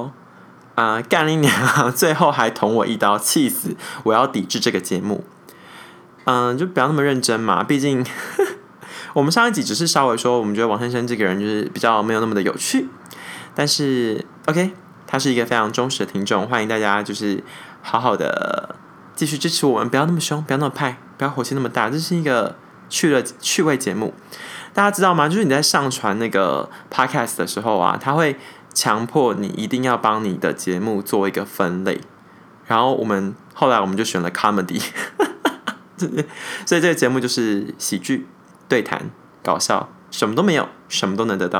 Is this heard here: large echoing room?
no